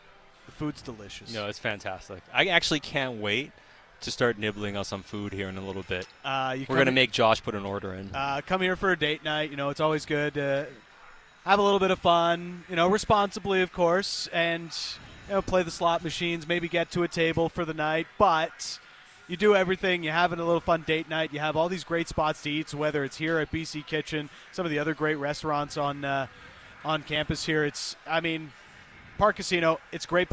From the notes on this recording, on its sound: Live from Parq Casino.